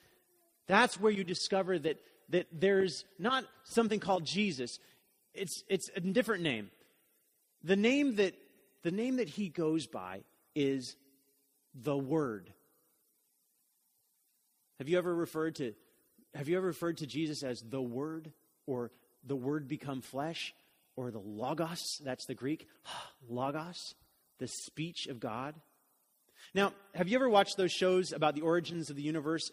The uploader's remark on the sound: Message was delivered during the Contemporary Worship service.